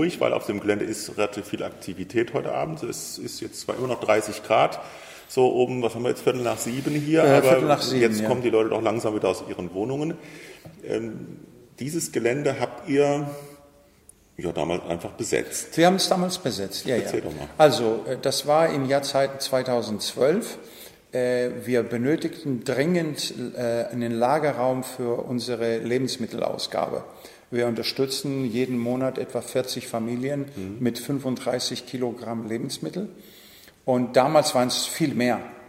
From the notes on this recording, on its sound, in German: Das Camp kann in diesem Ausnahme-Sommer tatsächlich stattfinden. In einem leerstehenden Lagerraum mit entsprechend viel Hall.